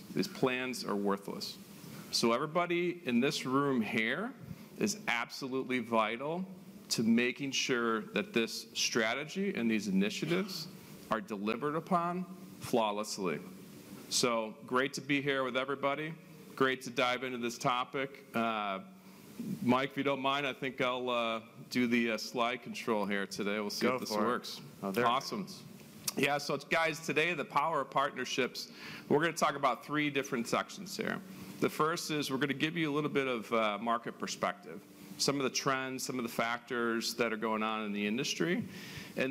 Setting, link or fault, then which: setting, live audience